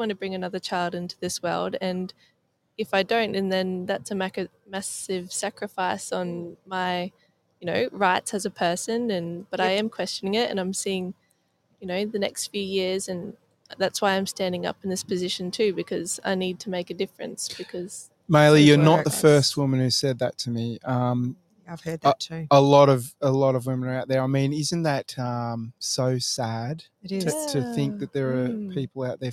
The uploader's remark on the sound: Live from Railway Memorial Park Bunbury